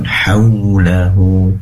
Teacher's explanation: pastikan wau mengandung u, dimunculkan kedua bibir ke depan